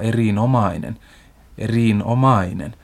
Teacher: lyhyen ensimmäisen tavun jälkeen toisen tavun vokaali, toisen tavun ääntiö pyrkii olemaan pitempi kuin yleiskielessä yleensä. Tämä saa aikaan semmoisen nuotin.